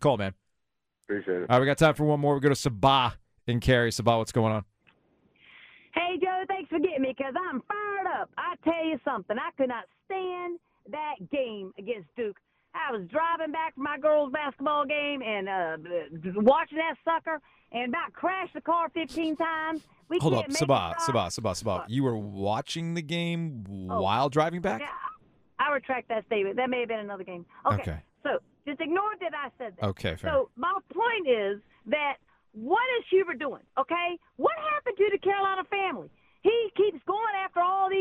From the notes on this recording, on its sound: open up the phone lines to listeners